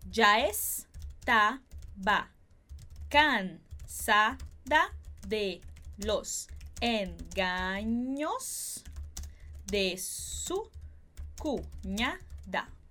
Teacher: A gente acaba juntando, então, essa pronúncia do já com a pronúncia do estaba. Vai ficar algo mais ou menos assim.